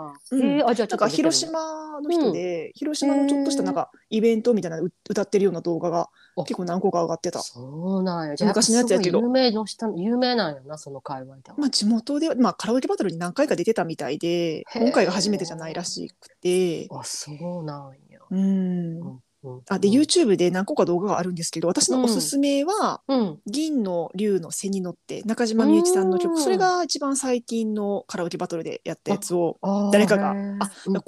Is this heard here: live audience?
no